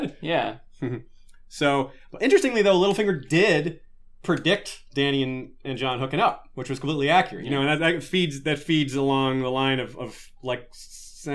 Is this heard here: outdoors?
no